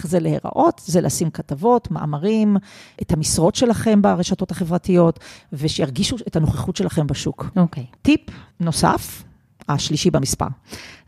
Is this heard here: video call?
no